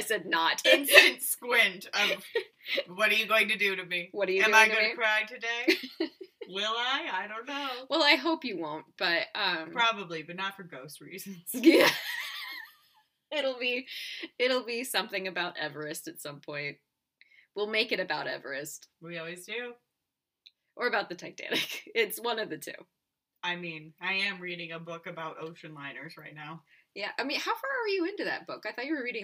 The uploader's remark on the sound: The audio quality is not the best on this one.